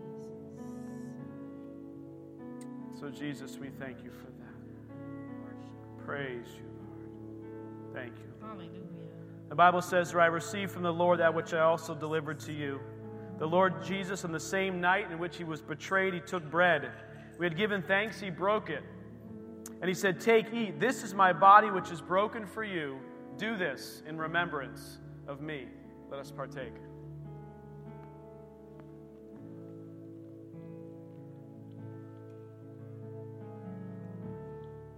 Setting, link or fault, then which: setting, large echoing room